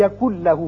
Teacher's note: نون ساکن کے بعد جب لام آ جائے تو وہاں ادغام تو ہوتا ہے لیکن غنہ نہیں ہوتا، اب نون نہیں پڑھا جائے گا، کاف کی آواز لام سے سیدھی ملے گی · Term: ادغام بغیر غنہ